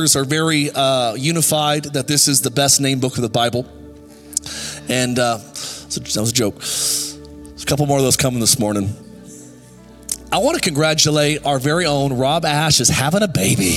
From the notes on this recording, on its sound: Recorded live at Capital Church in Meridian, Idaho